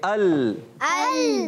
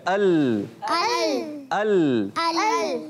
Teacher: زبان کا کنارہ ضاحک سے ثنایا تک کے مسوڑے، یہ لام کا مخرج ہے